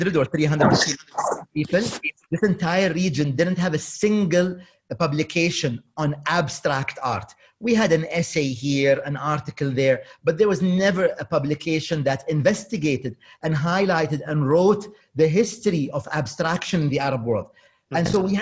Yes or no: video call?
yes